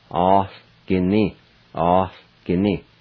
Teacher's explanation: again there's an H sound right after the A. It sounds like A, like that, like A-H.